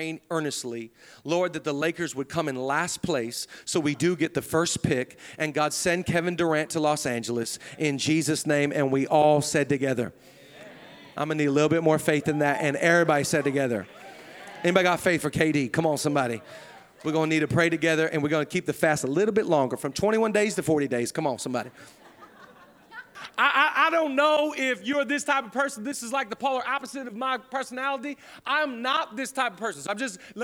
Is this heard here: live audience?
yes